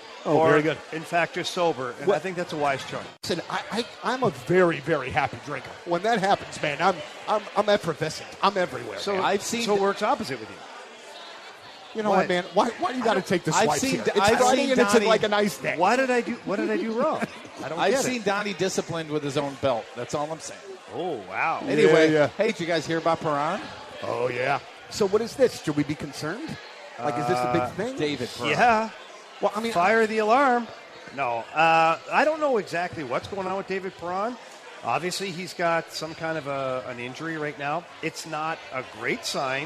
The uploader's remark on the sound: We are LIVE from Copper Fire in Belleville.